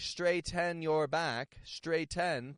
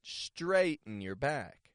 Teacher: The T-E-N becomes a glottal T. We do that to control our stress. · Shown in: second take